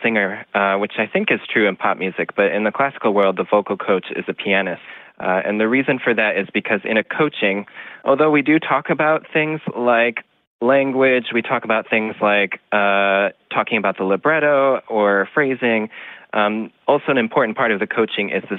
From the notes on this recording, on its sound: In this special call-in episode